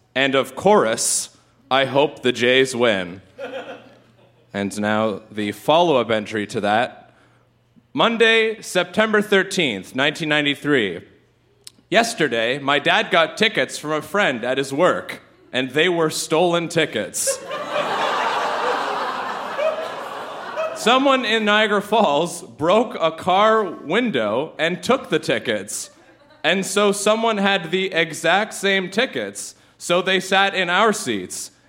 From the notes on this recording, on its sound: Recorded live at the Gladstone Hotel Ballroom in Toronto, ON.